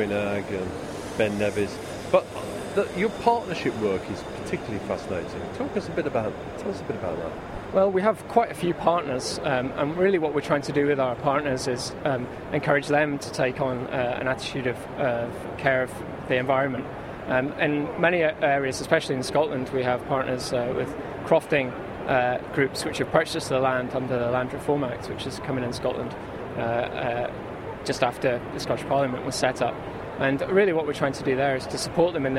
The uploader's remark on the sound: Part 2 from The Outdoors Show at the NEC